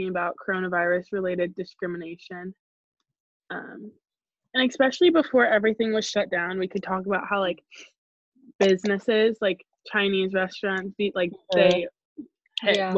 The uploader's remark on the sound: In this most recent episode we recorded via Zoom call.